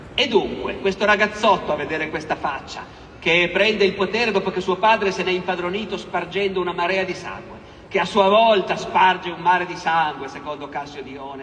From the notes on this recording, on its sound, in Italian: Roma Storia Festival. Audio registrato in loco.